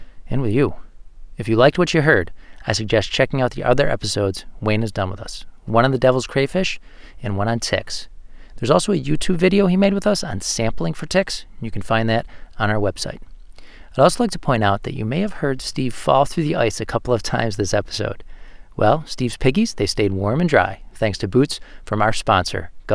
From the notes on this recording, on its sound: This episode was recorded in February 2021 at the Deer Lick Conservation Area , a Nature Conservancy property, located in Gowanda, NY. This episode was recorded in February 2021 at the Deer Lick Conservation Area , a Nature Conservancy property, located in Gowanda, NY.